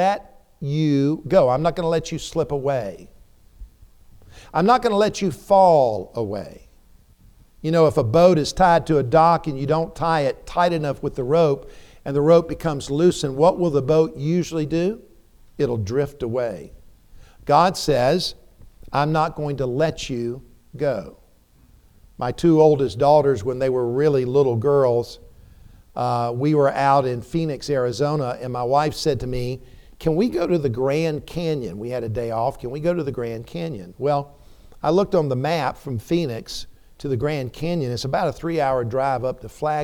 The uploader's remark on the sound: preached a timely sermon in the TBC pulpit